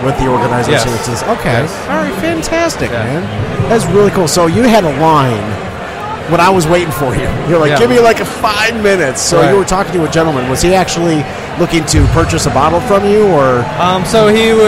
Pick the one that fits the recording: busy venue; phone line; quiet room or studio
busy venue